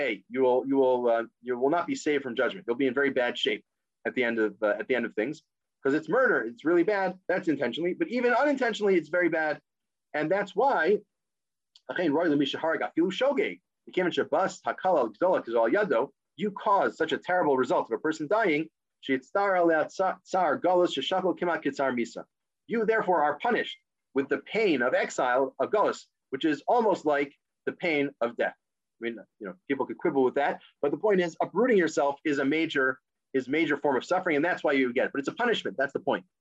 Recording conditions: video call